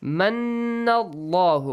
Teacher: You should produce a nasal sound, idgham sound, and also prolong it for two counts